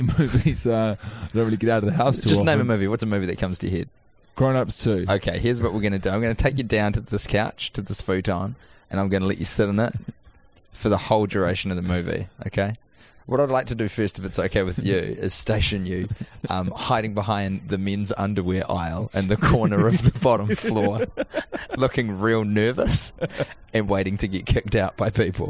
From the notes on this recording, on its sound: The lads have watched the entire film inside of a Kmart and recorded an episode in the terrible, dirty walls of the quintessential department store of yesteryear.